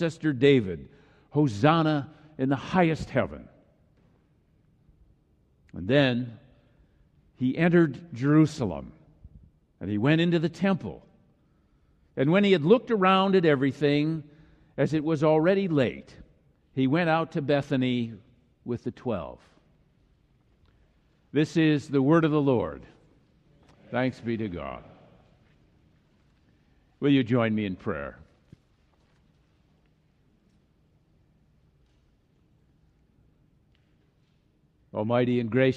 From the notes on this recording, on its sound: Palm Sunday message delivered during the Traditional Worship service.